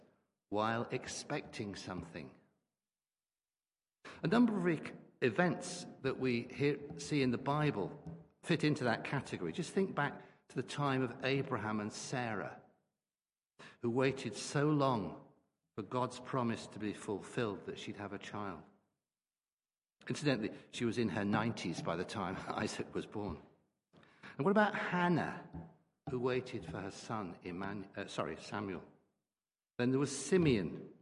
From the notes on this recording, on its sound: Christ Church, Bayston Hill (UK)